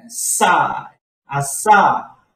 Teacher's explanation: Last syllable you have to pronounce strongly, sa, asa. Time to review.